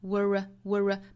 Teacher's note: 英音的话是加一个小小的 r 的辅音